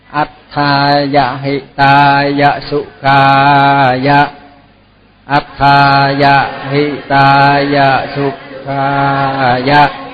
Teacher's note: cái chữ kha mới dài, còn mấy cái kia thì vừa thôi